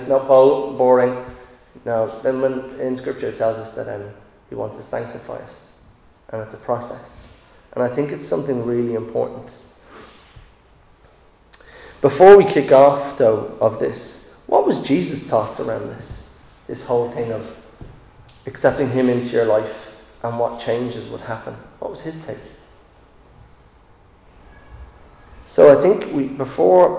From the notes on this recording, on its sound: Recorded live in Liberty Church on 13 March 2022